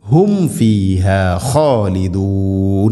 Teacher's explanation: ഹും ഫീഹ സാകിന മീമിന് ശേഷം ഫ, നേരത്തെ പറഞ്ഞതുപോലെ രണ്ട് ചുണ്ടുകൾ തമ്മിൽ തട്ടിച്ച് മീമിനെ പൂർണ്ണമാക്കി ഉച്ചരിക്കണം.